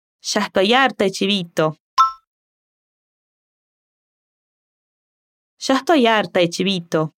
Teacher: Y en la partícula de, la letra D suena muy débil, casi no se escucha